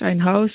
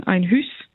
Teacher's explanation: ein Monophthong mit Palatalisierung, des Ü · Shown in: second take